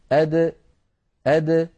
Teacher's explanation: حروف قطب جد فهي حرف مقلقل إن سكن هكذا أد أد لابد من إخراجها بالتباعد بين طرفي عضو النطق بدلا من التصادم بين طرفي عضو النطق حتى تظهر قلقلتها · Term: القلقلة